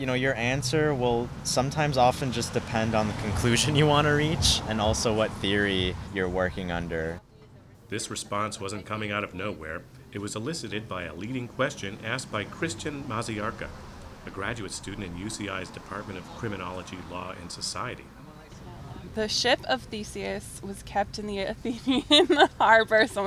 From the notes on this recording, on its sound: at the Ask A Philosopher pop-up kiosk at the Sit Stay Cafe in Huntington Beach